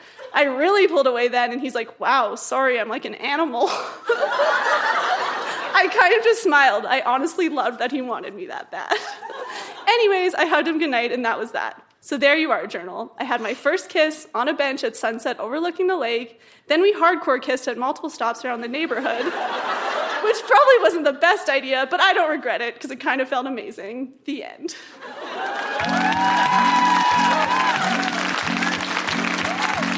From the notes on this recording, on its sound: Recorded live at The Rec Room in Edmonton.